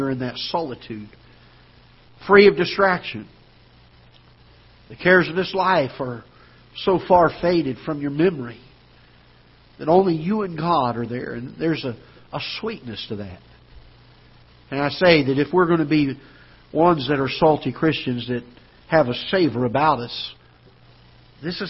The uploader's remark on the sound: Ketha Heights Baptist Church ~ Live Broadcast